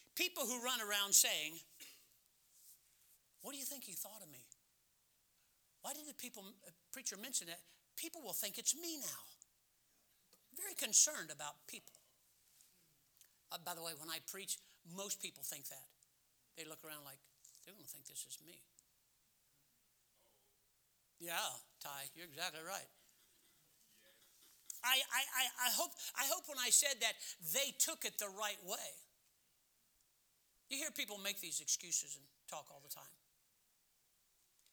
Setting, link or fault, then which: setting, large echoing room